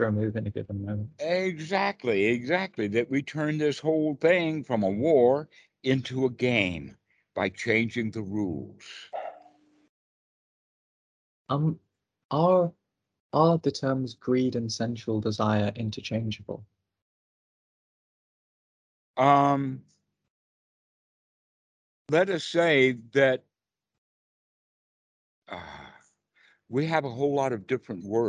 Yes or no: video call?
yes